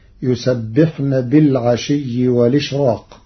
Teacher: قرأ ورش كلمة والإشراق بنقل حركة الهمز إلى الساكن قبله مع حذفها، وليس لورش ترقيق في راء الإشراق لوقوع حرف الاستعلاء بعده، فتصير يسبحن بالعشي والإشراق.